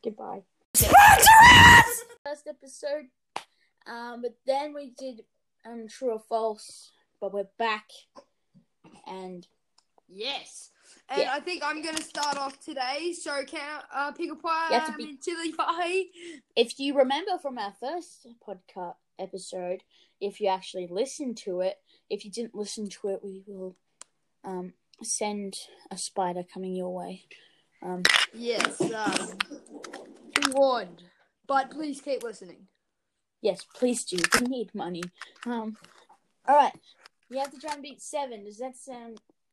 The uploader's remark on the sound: if this episode sounds a bit weird it is because of internet issues